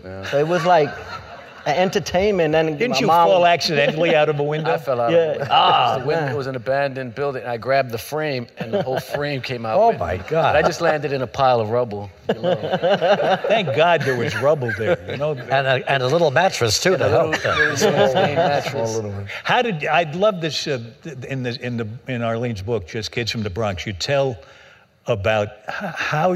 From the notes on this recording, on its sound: Recorded March 9, 2015 at New York’s 92nd Street Y.